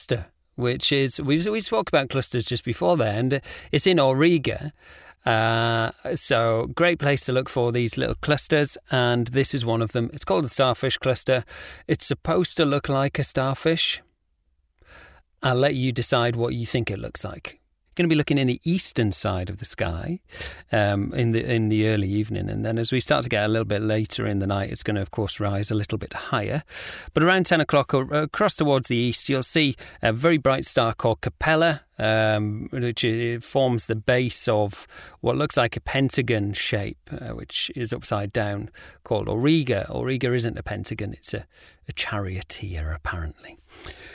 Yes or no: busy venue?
no